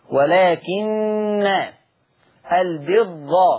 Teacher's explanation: حفص يقرأ بتشديد النون مع الفتح